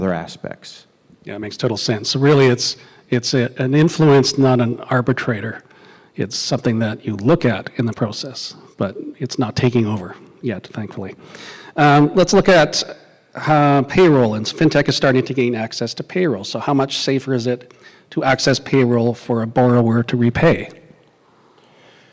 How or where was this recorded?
live audience